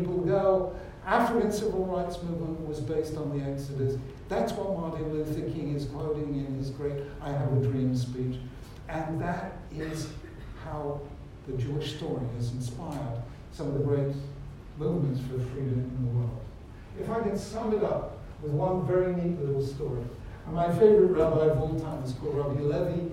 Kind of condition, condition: setting, large echoing room